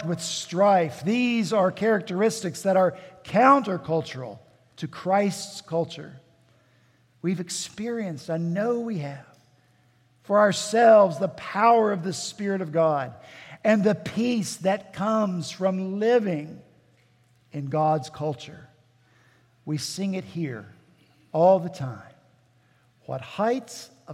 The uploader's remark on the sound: At Redeemer Presbyterian Church in Charleston, SC